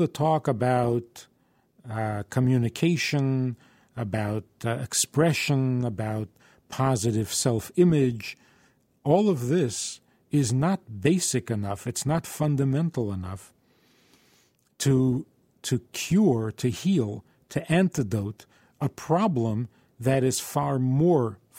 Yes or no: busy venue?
no